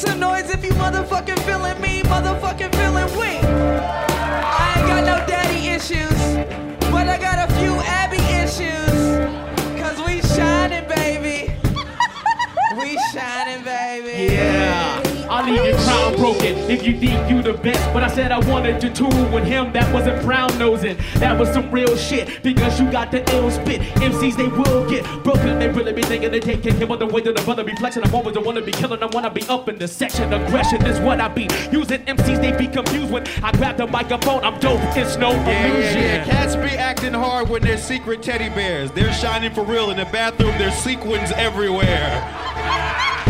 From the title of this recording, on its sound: Secret Skin Live, Part Two